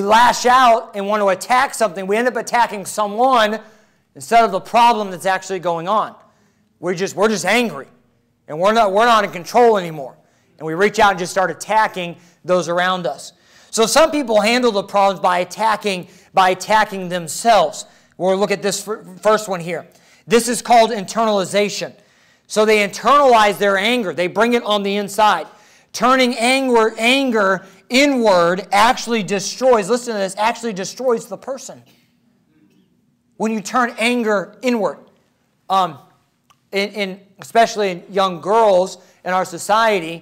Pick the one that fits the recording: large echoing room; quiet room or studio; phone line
large echoing room